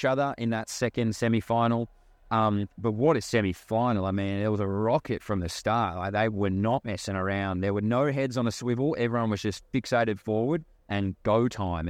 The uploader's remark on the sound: LIVE FROM THE WORLD CHAMPS